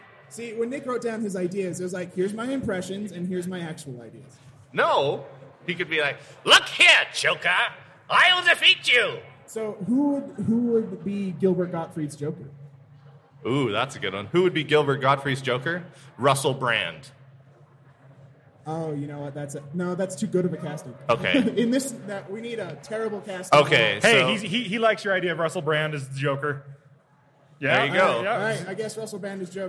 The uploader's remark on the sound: Live from Wasatch Comic Con!